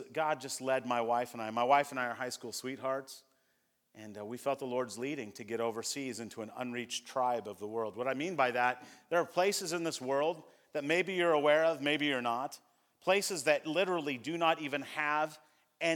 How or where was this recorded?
large echoing room